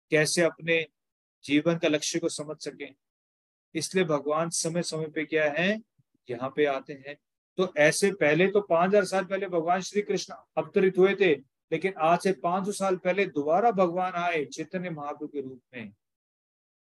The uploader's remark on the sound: Zoom online session